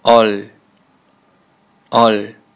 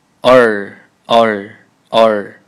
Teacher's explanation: 韩语当中没有儿化音，注意一下，没有卷舌 · Shown in: first take · 这不是儿化